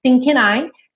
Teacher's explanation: Então, thinking I, naturalmente você vai juntar, né? N, que é consoante, liga com vogal. Início da próxima palavra, normal.